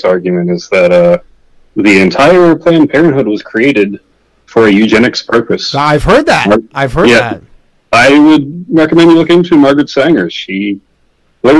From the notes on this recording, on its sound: call in show